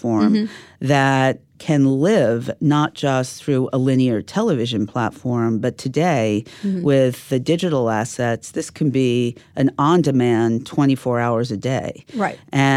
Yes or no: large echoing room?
no